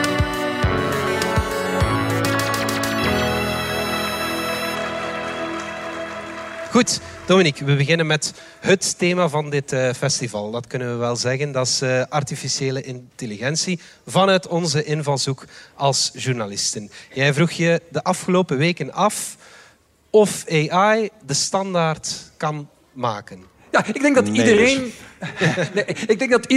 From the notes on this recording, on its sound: Bits & Atomen stond vorig weekend live op Nerdland. Dit is de captatie van dat optreden.